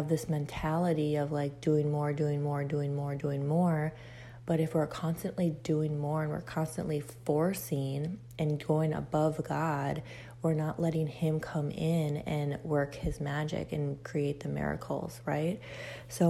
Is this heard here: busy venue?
no